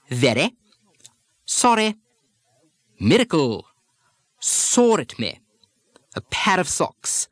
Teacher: in some very aristocratic speech, you'll hear a tapping of the R, a sort of a D substitution